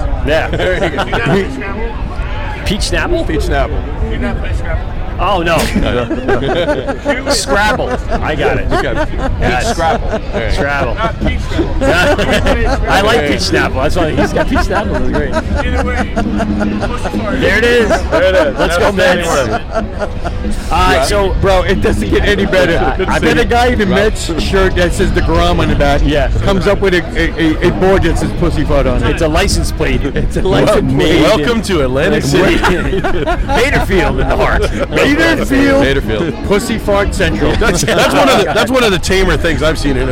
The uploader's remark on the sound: LIVE AC Beerfest. Music and liquid flowing all day.